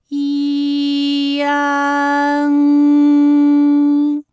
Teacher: 舌位向前低元音啊的方向滑降，舌位只降到半低前元音 i 的位置就开始升高